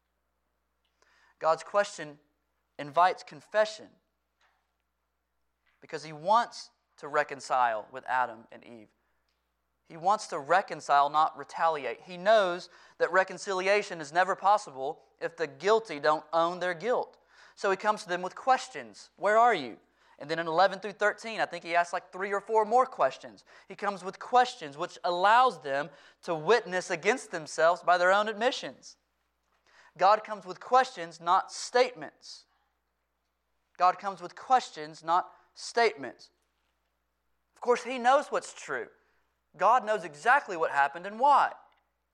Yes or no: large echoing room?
yes